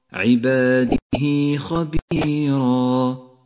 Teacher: هاء الضمير لها حرف متحرك وبعدها حرف غير الهمزة. يمد مد الصلة الصغرى بمقدار حركتين